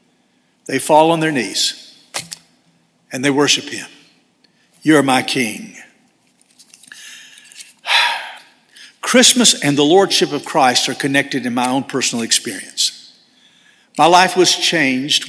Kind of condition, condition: setting, large echoing room